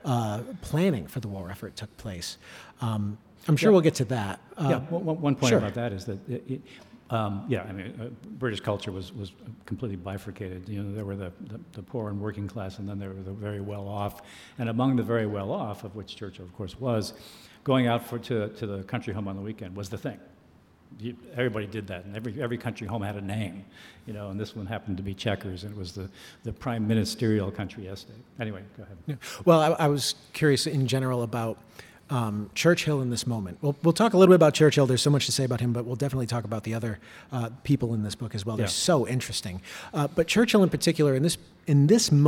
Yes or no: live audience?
yes